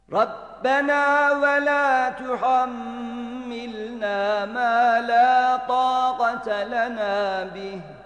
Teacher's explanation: ve la tuhammilna derken bir şeddeli mim var, gunne ile okunacak. Mâ lâ tâgate lenâ derken, mâ lâ tâgate lenâ bih diye kalın sesle okumayalım.